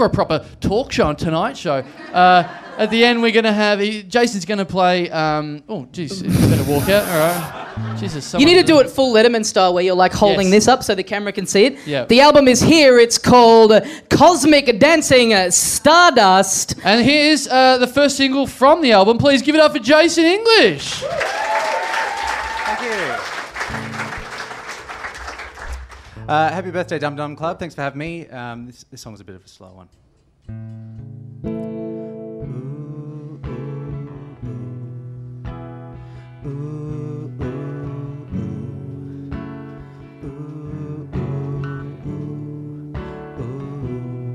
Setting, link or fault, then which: setting, live audience